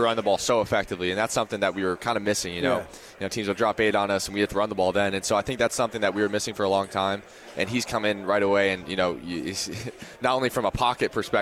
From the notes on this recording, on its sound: LIVE from Pac-12 Media Day in Los Angeles, CA.